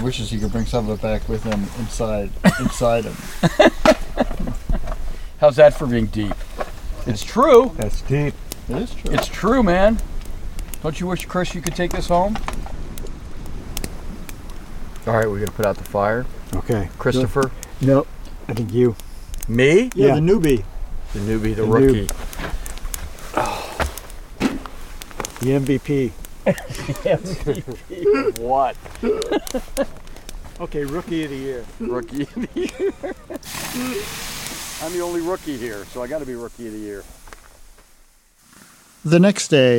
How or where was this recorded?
outdoors